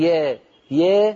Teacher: الألفات لا تنفتح تماما بسبب ارتفاع وسط اللسان بسبب العادة والإلف واللهجة العامية، بدل أن تقولي يا قولي يا يا ولا تتركي وسط اللسان، لا تتركي يرتفع هكذا، اتركي اللسان في الفم فيما يسميه العلماء وضع الراحة.